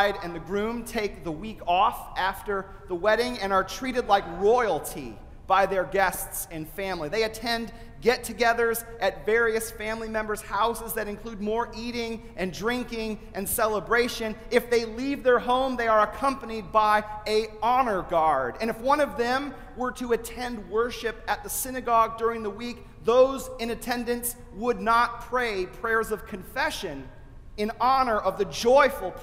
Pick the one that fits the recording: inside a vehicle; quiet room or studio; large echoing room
large echoing room